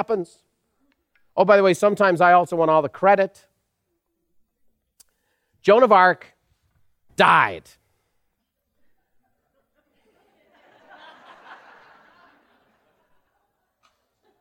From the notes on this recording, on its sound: recorded live at Buffini & Company’s most elite event, The Peak Experience